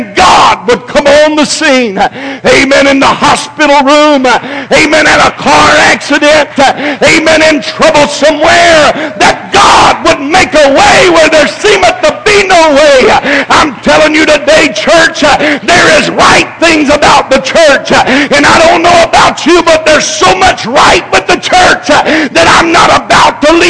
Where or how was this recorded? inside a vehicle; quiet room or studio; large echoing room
large echoing room